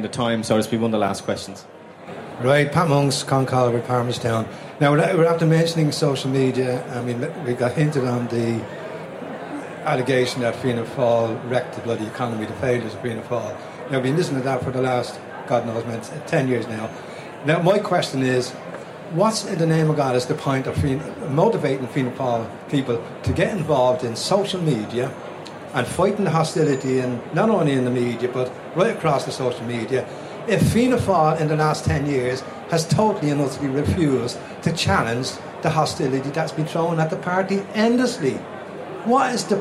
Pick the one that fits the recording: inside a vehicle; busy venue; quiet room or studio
busy venue